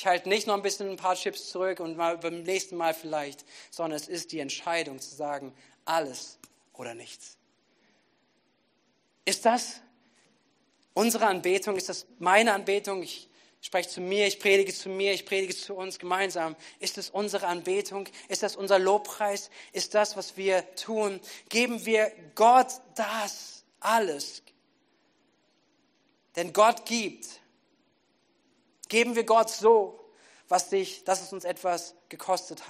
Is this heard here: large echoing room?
yes